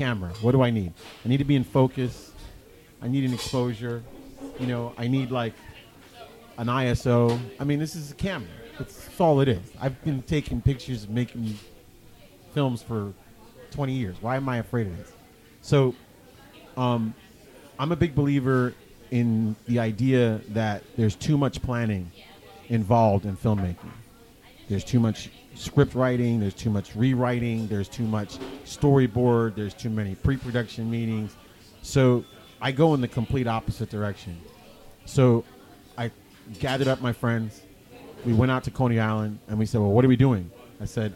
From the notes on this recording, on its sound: at the KGFC Filmmakers Lounge hosted by Ateaz Organic Coffee & Tea